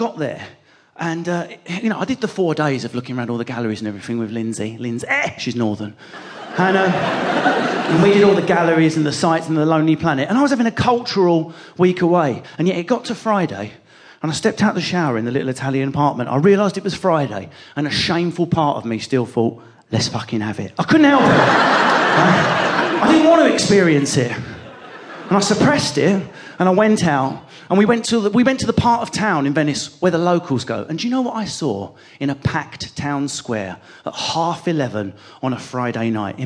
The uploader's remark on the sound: Recorded live in Londons theatre land at the Vaudeville Theatre.